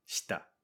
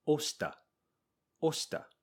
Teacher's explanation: typically in Japanese, we make the vowel silent for this case, and it sounds like shita. This is very important to sound natural.